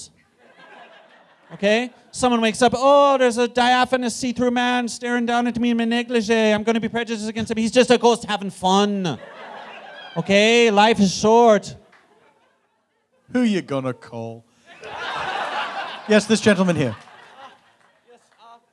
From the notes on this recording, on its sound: A special traveling edition of The Dead Authors Podcast. Recorded Live at Littlefield as part of New York's Superweek, Brooklyn, NY.